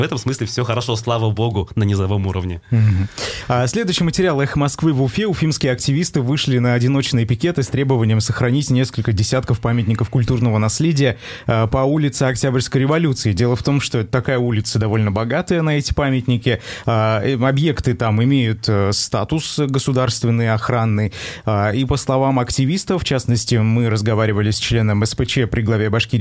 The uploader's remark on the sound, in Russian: По телефону